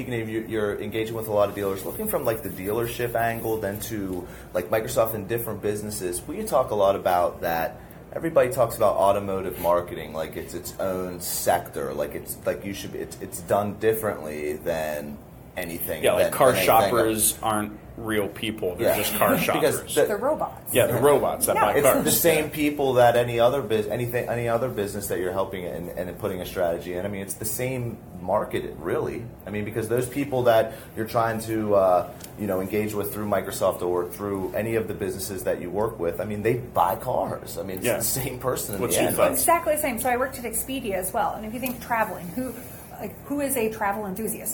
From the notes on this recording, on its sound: We did this session live at Canadian Digital Dealer